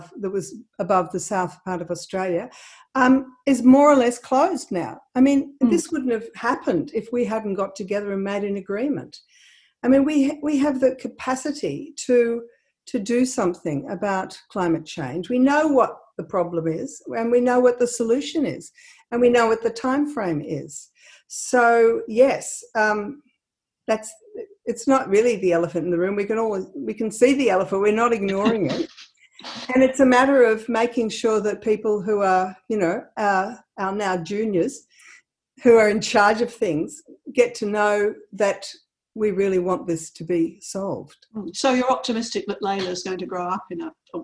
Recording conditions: video call